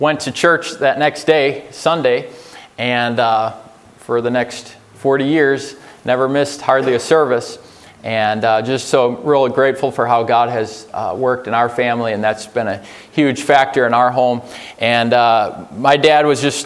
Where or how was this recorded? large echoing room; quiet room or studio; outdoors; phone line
large echoing room